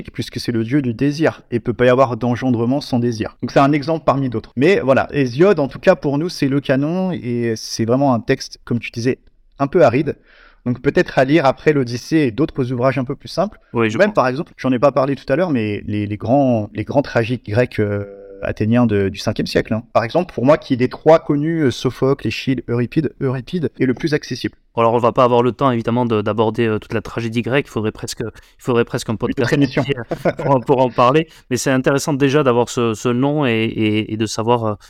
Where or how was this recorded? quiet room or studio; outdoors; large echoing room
quiet room or studio